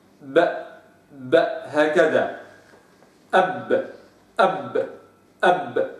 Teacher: الباء الساكنة المقلقلة بها صوتان وزمانان، الأول زمن شدتها أب، والثاني زمن قلقلتها ب كده أب أب هكذا.